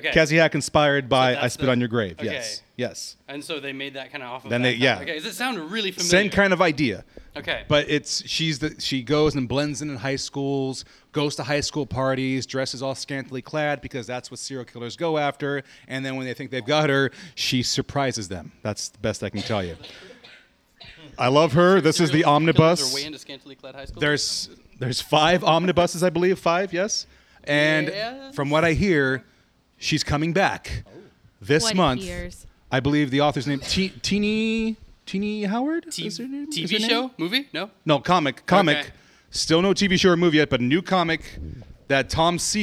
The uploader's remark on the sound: Live from Oblivion Comics and Coffee in Sacramento, Ca. Brought you a live show in a shiny new shop.